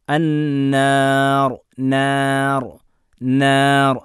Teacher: ഇപ്പം നാർ എന്ന് പറയുമ്പോൾ അൻ നാർ നാർ നാർ അല്ല, അതല്ലാതെ നോർ നോർ എന്നല്ല, നാർ അതാണ് ഇതിൻ്റെ ശരി. ഇപ്പം നൂൻ അൻ നു നീ എല്ലാം തർഖീഖാണ്, ലോലമാക്കി ഉച്ചരിക്കുന്ന അക്ഷരമാണ്, തഫ്ഖീം അക്ഷരമല്ല